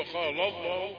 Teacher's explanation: لام قبل لام لفظ الجلالة مرقق لكن لام لفظ الجلالة مفخمة. نقول وقال هذه اللام الرقيقة وقال الله ما نسويش بين اللامين ونقول وقال الله لا لا لا وقال وقال الله وقال الله إني معكم.